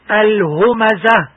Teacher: همس الهاء عند الوقف عليها خاصة إن كان ما قبلها مفتوحا حتى لا تقرأ ألفا